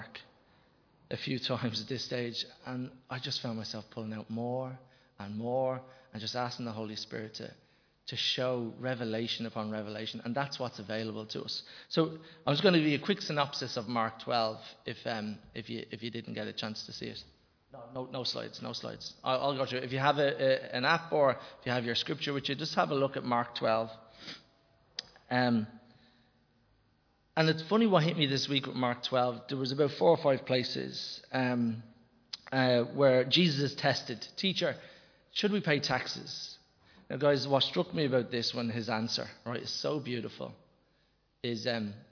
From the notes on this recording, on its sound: Recorded live in Liberty Church on 10 October 2021